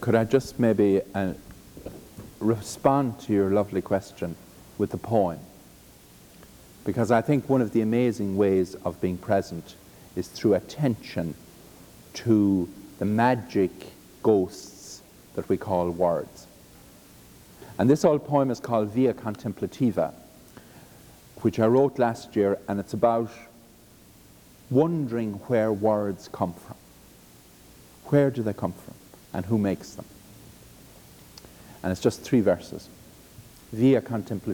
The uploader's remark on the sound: Presentation from The Body & Soul Conference, held in 1998 in Boston, MA